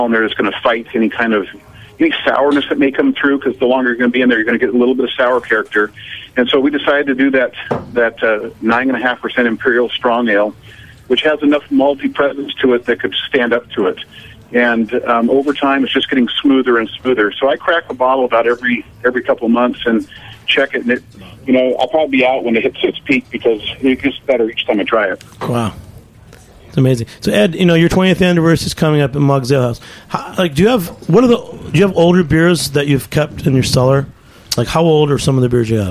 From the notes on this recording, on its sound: calls in from Washington